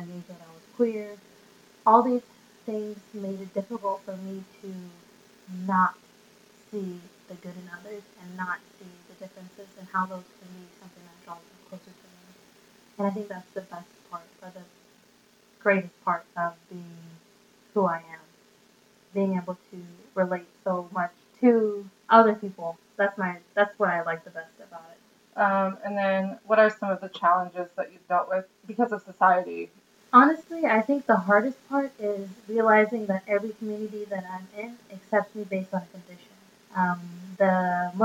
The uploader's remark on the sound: Our one regret is the sound quality (we had some acoustics problems while being “on the road”/mobile as a podcast crew).